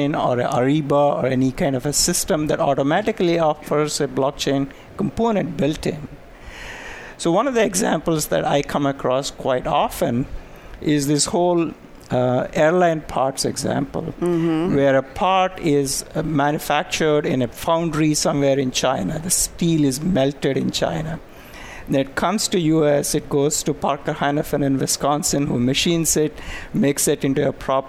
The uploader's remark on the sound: live at SAPPHIRE NOW 2017!